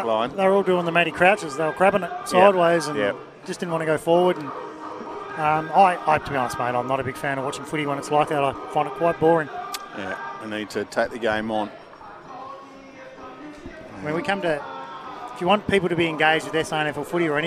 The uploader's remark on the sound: call the action for SEN SA live from X Convenience Oval at Elizabeth.